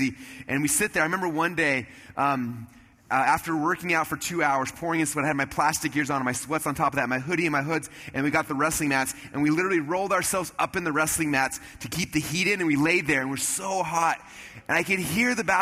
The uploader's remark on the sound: Replay of a special conversation I had on stage at a Traffic Secrets event